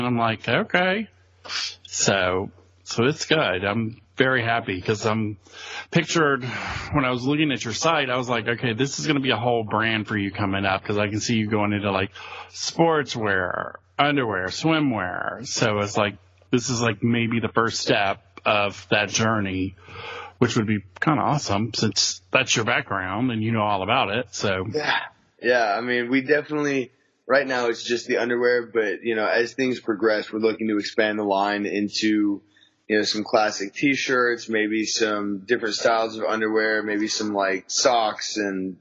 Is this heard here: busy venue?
no